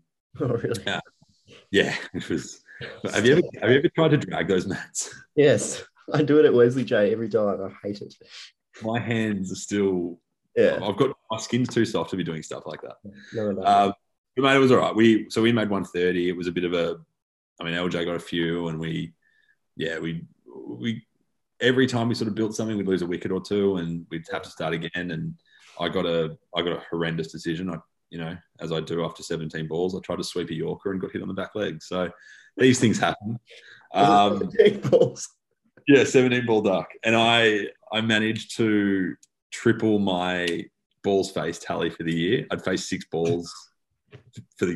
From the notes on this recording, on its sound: As the boys are forced onto zoom.